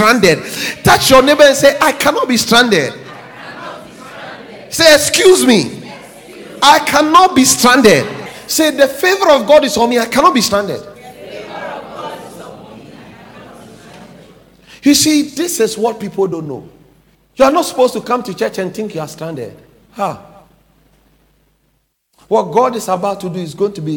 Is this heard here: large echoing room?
yes